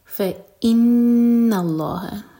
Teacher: فا کے بعد حمزہ پر کٹ آف ساؤنڈ نون پر غنہ اور لام جلالہ ہیوی.